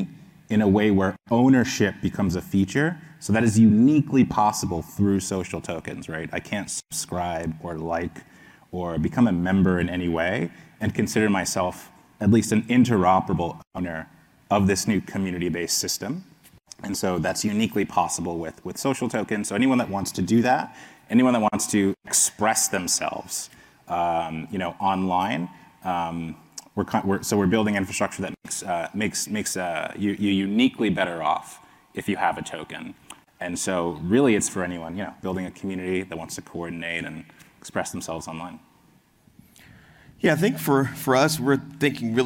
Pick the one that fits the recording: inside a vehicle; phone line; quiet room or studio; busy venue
busy venue